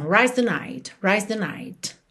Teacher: S com som de Z, que você tá fazendo rise, e já vai com a linguinha ali para a ponta dos dentes da frente.